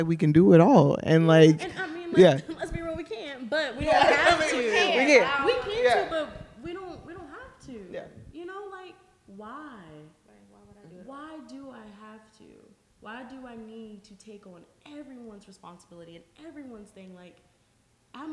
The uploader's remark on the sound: Live Show